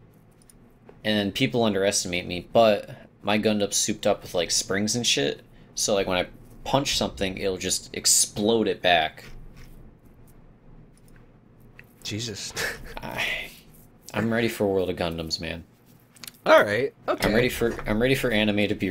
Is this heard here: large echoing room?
no